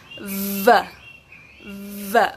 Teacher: V es con este labio, con el labio de abajo y los dientes de arriba.